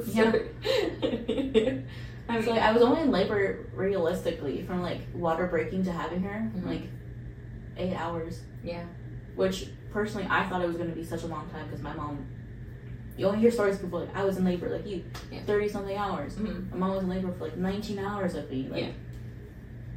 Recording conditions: poor sound quality